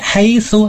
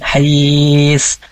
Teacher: Nah, ketika kita mau waqaf, jangan dibaca haitsu, tapi hais. · Shown in: second take